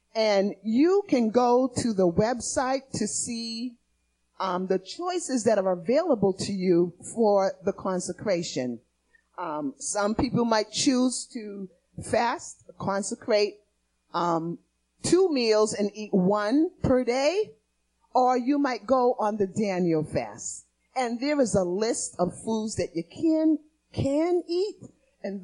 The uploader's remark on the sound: Recorded on 2016-02-28 at the 08:30am Service.